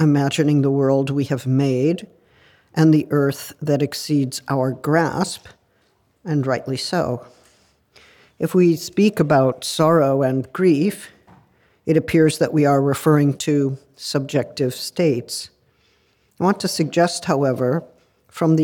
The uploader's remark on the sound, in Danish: Forelæsningen blev optaget på Københavns Universitet den 4.